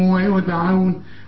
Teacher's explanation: والدال احنا متفقين لازم تقلقل